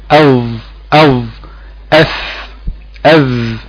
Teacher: طيب خلي بالك الناظم بيقول طرف اللسان، يعني ما تخرجش غير حته بسيطه خالص، يا دوبك طرف لسانك بس كده يكون ملامس للجزء الاسفل من الثنايا العليا